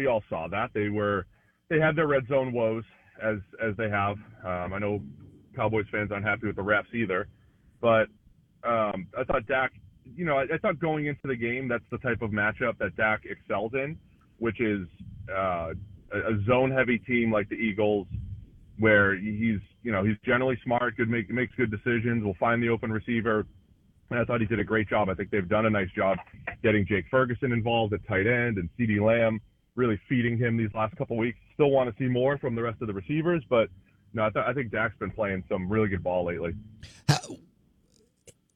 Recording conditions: phone line